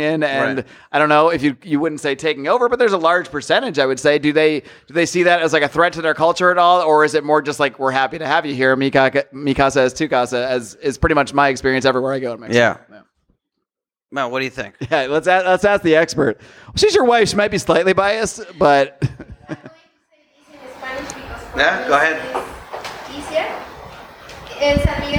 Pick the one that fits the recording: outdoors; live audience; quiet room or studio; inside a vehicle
live audience